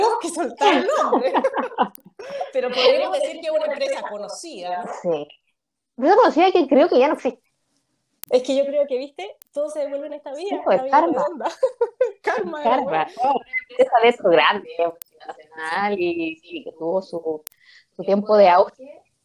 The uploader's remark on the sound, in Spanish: Bueno, espontáneo pero con algunos problemas de audio.